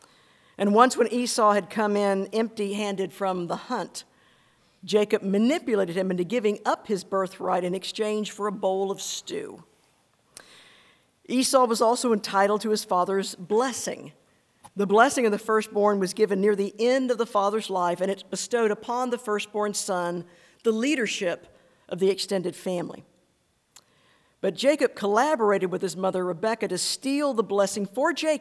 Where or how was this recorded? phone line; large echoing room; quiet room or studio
large echoing room